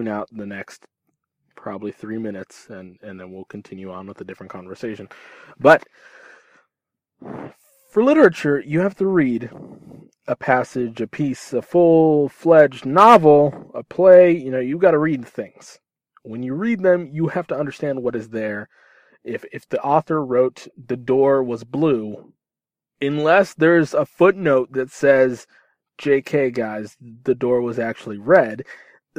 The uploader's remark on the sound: From my car, to your ears.